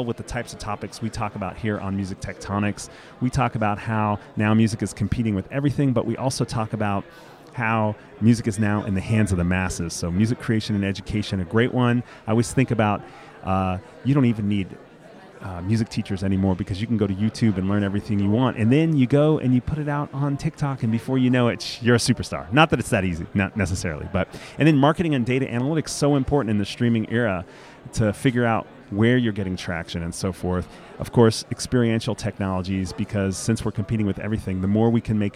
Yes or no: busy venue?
yes